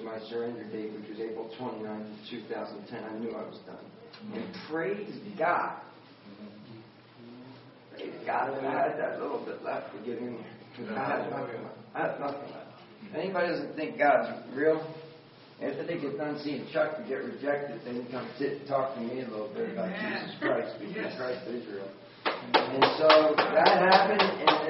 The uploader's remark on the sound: Recorded at Grace Fellowship International's conference in Pigeon Forge, TN on March 7, 2014.